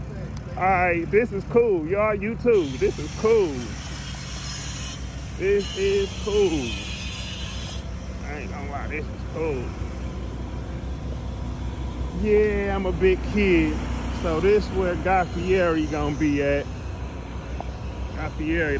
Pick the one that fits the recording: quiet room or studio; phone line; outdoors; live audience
outdoors